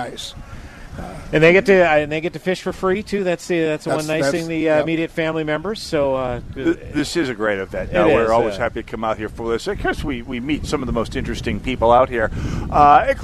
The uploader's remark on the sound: Live on Medicine Lake